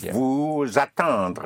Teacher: The S is pushed into the vowel.